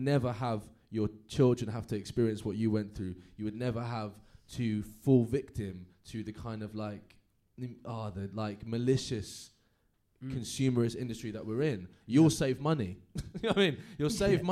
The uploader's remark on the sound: Recorded live at Happiful's Podfest for Mental Health.